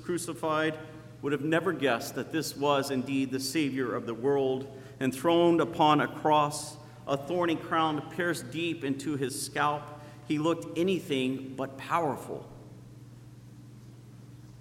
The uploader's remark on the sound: Sermon preached on Christ the King Sunday. At Zion Lutheran Church in Muscatine, Iowa.